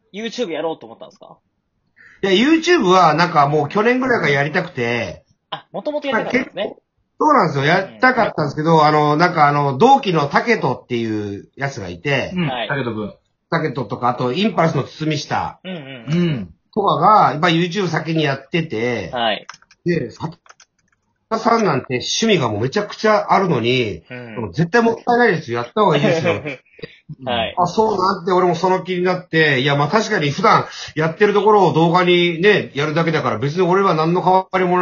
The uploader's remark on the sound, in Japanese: 今回は収録状況の関係から、参加者間のやり取りにリモート特有のタイムラグが（普段以上に）生じております。